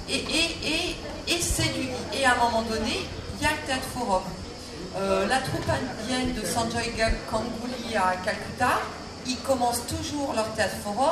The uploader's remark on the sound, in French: Ecoutez cet extrait d'une conférence trop longue en durée pour l'enregistrer en entier. Festival de Avignon 2022.